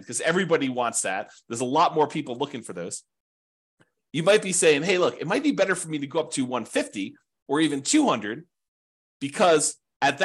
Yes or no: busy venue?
no